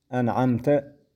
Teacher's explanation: يجب إظهار النون لوجود العين بعدها